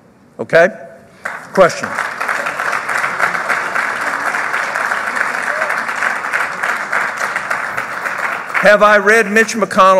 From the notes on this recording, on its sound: speaks at the 2018 Pennsylvania Leadership Conference.